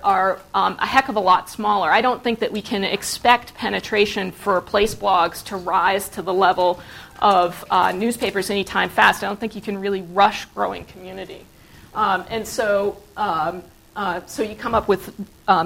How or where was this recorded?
live audience